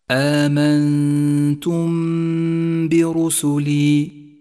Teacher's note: سابعا، لاحظ حكم الإخفاء الشفوي عند قوله تعالى آمنتم برسلي، آمنتم برسلي، حيث جاء حرف الميم الساكنة وجاء بعدها حرف الباء وهو حرف الإخفاء الشفوي الوحيد، فالواجب هنا إخفاء الميم بالباء التي بعدها، فلا نجافي بين الشفتين عند نطقها ولا نضغط عليهما، ونقف على الميم بغنة زمنها حركتان، ولذلك لونت في مصحف التجويد بالأخضر إشارة إلى موقع الغنة، ويصير لفظها هكذا آمنتم برسلي.